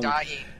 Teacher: it's like a sustained diphthong, right? So it's dying, but it's sort of made long.